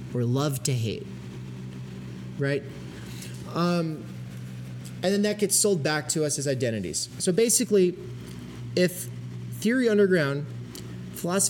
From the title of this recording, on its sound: Logic for the Global Brain PP Conference presentation